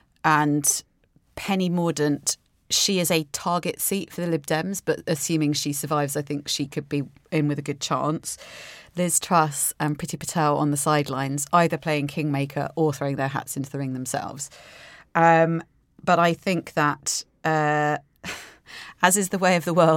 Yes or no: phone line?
no